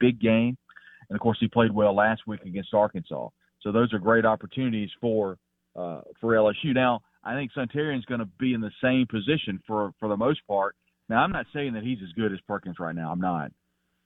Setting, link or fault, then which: link, phone line